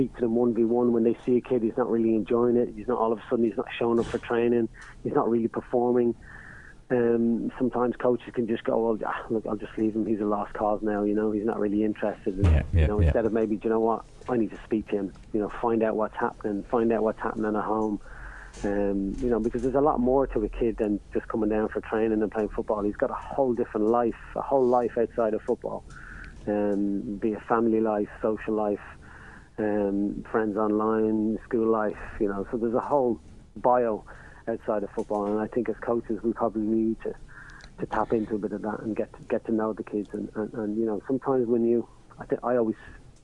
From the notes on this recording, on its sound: On the phone we had